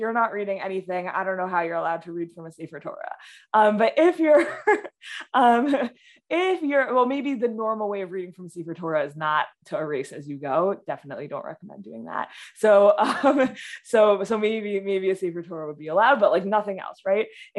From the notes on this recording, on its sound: This audio was originally captured from Zoom